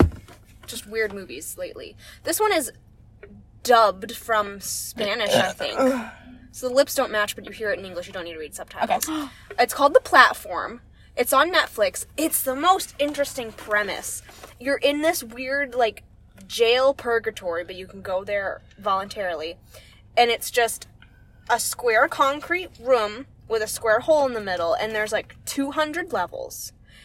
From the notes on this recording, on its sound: Pizza Hut Parking Lot. A late night, spur of the moment episode recorded in a parked car on voice memos in the parking lot of a Pizza Hut.